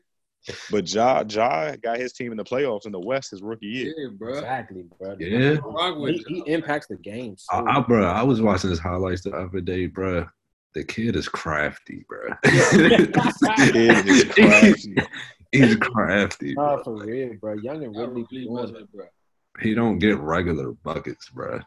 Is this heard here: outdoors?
no